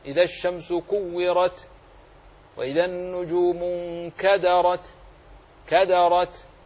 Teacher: كلها تاء ساكنة لأجل الوقف، بل هي ساكنة أصلا وقفا ووصلا، فنراعي الشدة مع الهمس